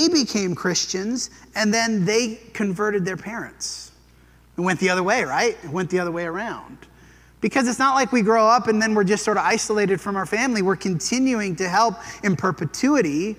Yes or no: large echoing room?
yes